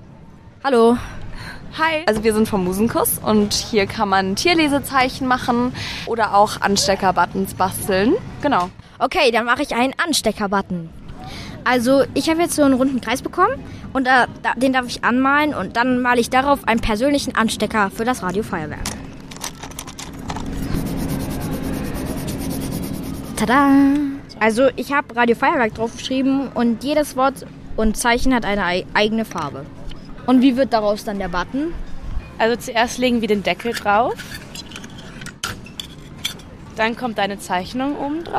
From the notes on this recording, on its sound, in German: Eine Entdeckungstour auf dem KiKS-Festival.